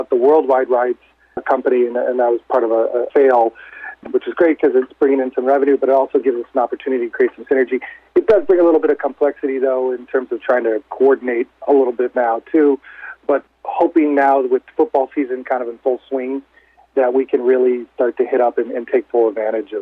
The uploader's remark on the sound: called in to SmallCapVoice.